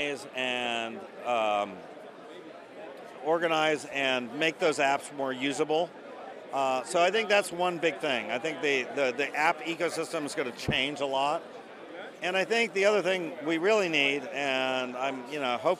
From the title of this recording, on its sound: LIVE FROM THE BLOCK.ONE JUNE EVENT!